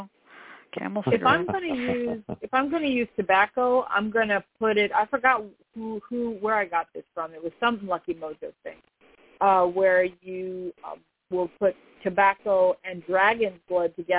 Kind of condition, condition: link, phone line